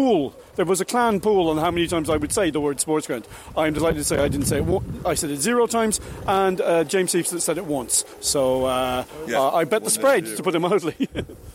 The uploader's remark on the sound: in the post match press conference